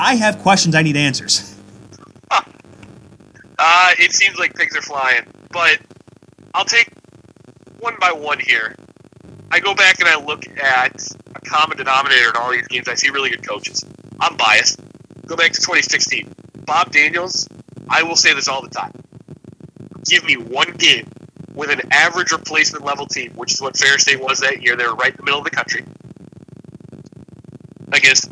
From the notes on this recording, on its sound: Apologies for the audio quality!